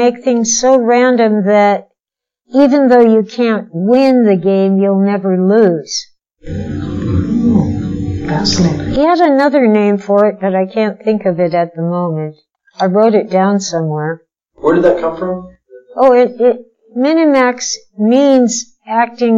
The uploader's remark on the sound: Last year's PKD Festival in Fort Morgan, Colorado. This type of on-the-spot interview was new to us, as was our equipment, so you may have to bear with us through some technical difficulties.